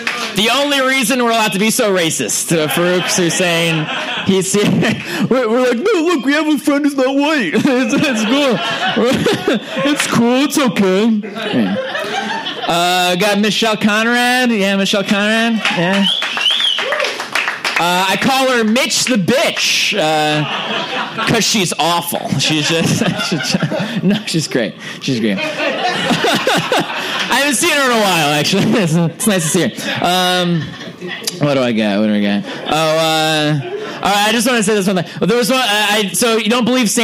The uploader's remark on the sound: Live Show